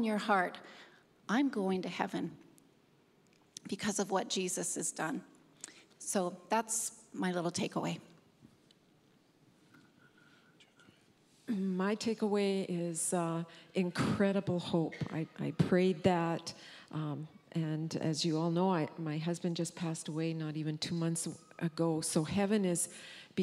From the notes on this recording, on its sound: Our panel of ministry staff took the stage